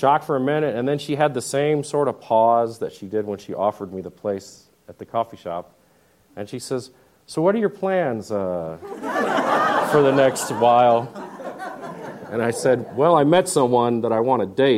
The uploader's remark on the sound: at the 2014 San Miguel Storytelling Festival